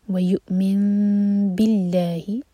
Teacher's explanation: वयुमिन बिल्लाही मिन के बाद बासे वर्ड शुरू हो रहा है तो यहाँ पर होगा इकलाब. तो मीन को ऐसे अदा करेंगे कि होठों को टाइट बंद नहीं करेंगे लेकिन दो सेकंड्स का टाइम देंगे